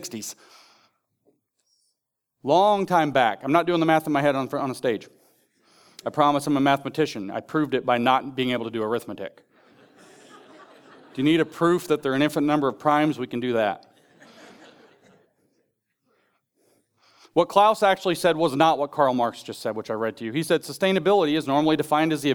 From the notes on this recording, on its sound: In this ninth session of Sovereign Nations’s "The Theology of Marxism" conference in Phoenix, Arizona, in June 2022